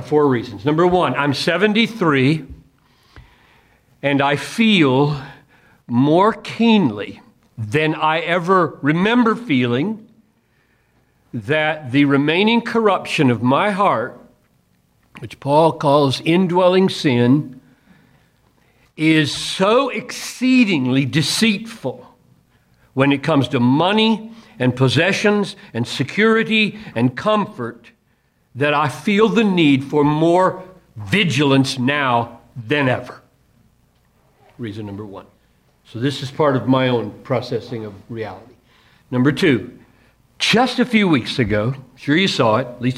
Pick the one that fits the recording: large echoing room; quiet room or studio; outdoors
large echoing room